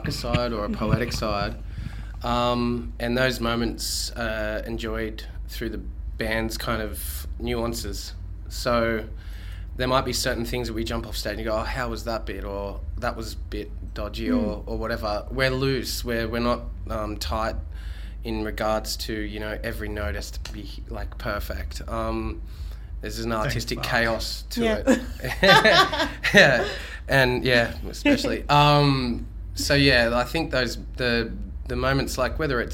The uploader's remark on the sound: backstage and just moments before their performance at The Cambridge Farewell Festival